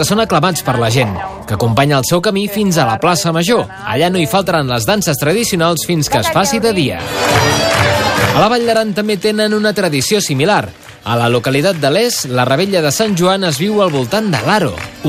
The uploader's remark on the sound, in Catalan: Hi serem i sentirem en directe, des de la Plaça Major de la ciutat